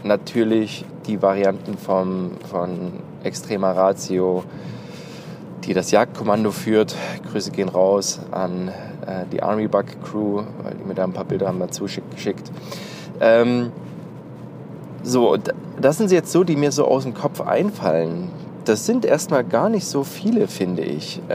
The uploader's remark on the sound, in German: Prepared! on the Road - Q&A im Auto.